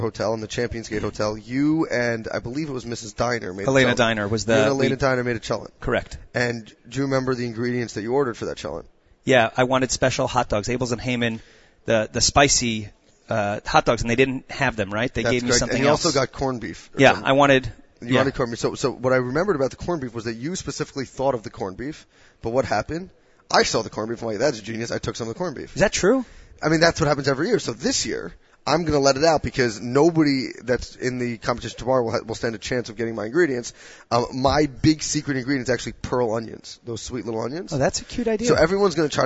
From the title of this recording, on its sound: Live from YU's ChampionsGate VIII